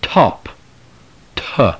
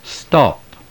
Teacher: the aspirated t in top differs from the unaspirated t in the word stop